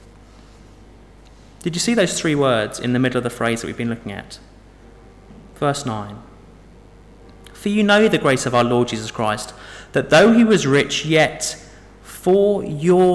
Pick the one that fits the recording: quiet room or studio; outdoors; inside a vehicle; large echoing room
large echoing room